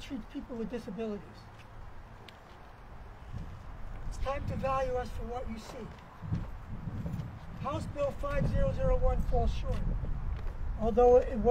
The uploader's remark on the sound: Audio of the Fix Husky C Rally at the CT State Capitol